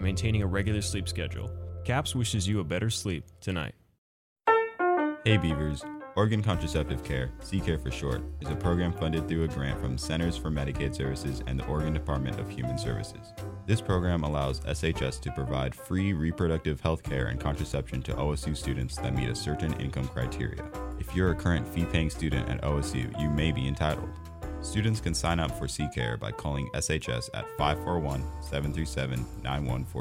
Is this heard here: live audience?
no